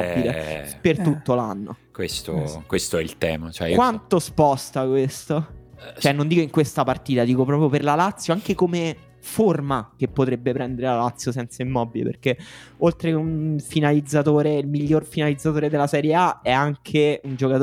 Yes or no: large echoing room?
no